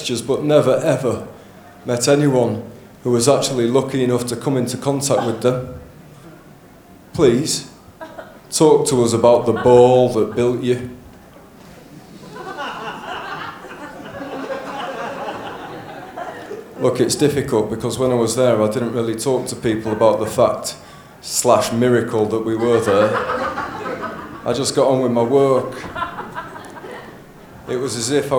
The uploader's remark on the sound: This episode was recorded live from Max Watt's at the Melbourne International Comedy Festival show.